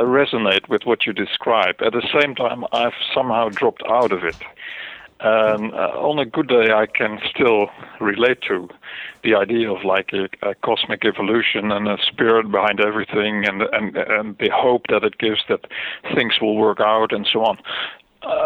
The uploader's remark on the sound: spoke by phone